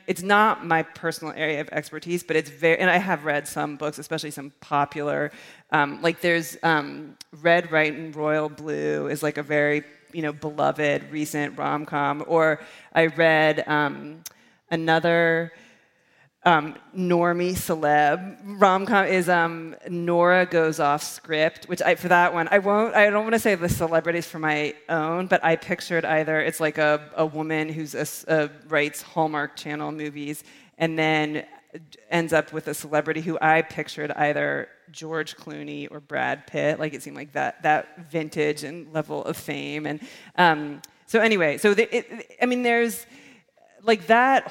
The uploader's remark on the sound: In front of a live audience at D.C.’s Sixth & I synagogue, in partnership with Politics & Prose.